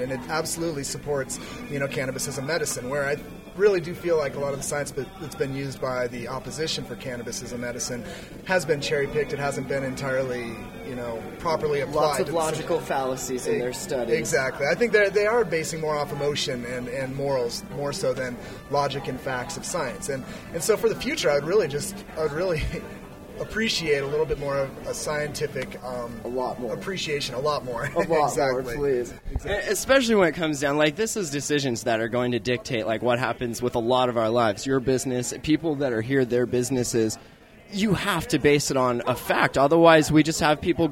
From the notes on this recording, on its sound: Coming to you live from the 2011 Garden City Cannabis Expo in Missoula Montana at the university